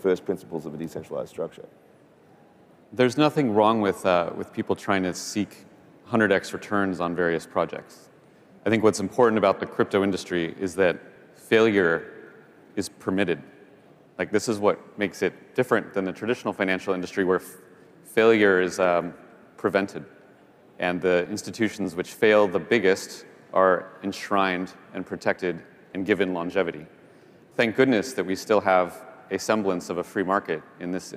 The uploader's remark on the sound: A Consensus 2023 panel